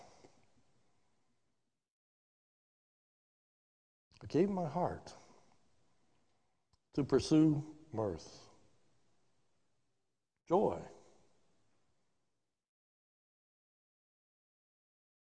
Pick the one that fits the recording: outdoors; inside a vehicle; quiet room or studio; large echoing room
large echoing room